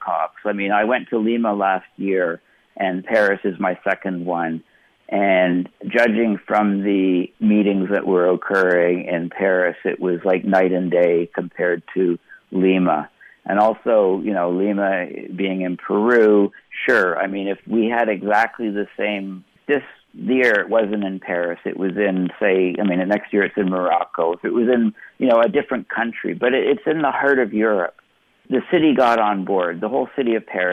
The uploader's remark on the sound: I want you to hear an extraordinary teleconference